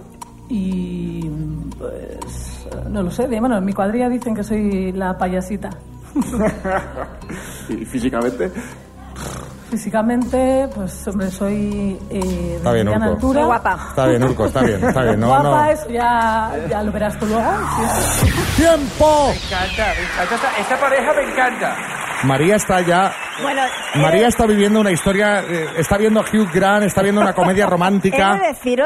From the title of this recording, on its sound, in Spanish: en directo desde el MUSEO GUGGHENHEIM BILBAO